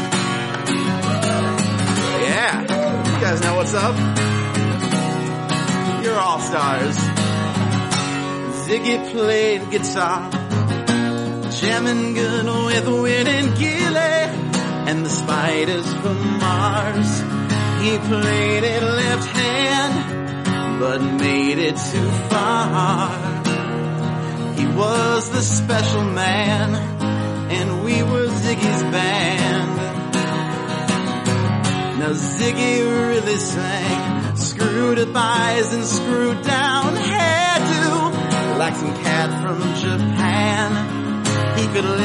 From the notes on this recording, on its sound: This was recorded at the Chris Farley Cabaret at iO Chicago last Friday before a really excellent IST show